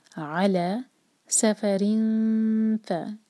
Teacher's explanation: علی سفر فا، اخفا سے کریں گے کہ فا کے لیے ہماری زبان تیار ہو اور فا کے لیے ہمارے اوپر کے دانت جو ہیں نیچے ہوٹ پر ٹچ کرتے ہیں، تو اسی طرح کا منہ بنائیں گے تاکہ اخفا کا ساؤنڈ کلیئر آئے، صحیح آئے.